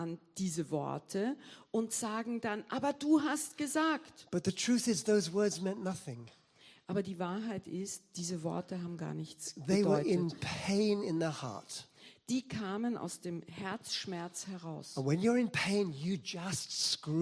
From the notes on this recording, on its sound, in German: Gottesdienst live aus der LIFE Church Wien.